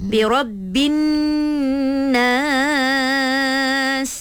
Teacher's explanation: Bila dengung tu dua harakat lah.